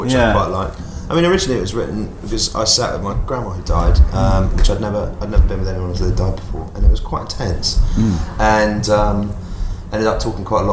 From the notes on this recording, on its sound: Backstage interview. Backstage at their Melbourne concert.